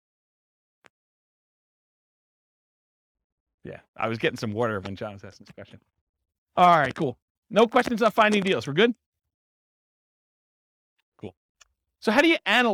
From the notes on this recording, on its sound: This was a live class recorded